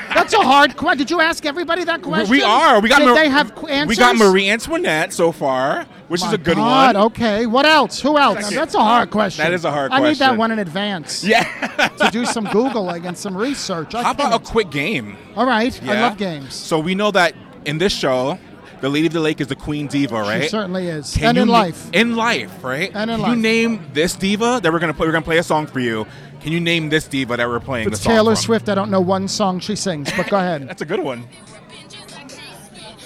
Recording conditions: busy venue